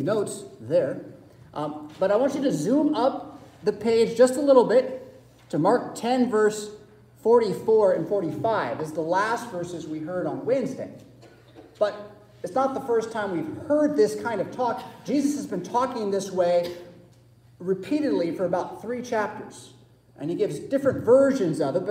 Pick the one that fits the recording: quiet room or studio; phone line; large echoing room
large echoing room